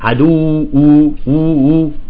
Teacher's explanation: الواو الاولى يجب ان تخرج من الفم وليس من الانف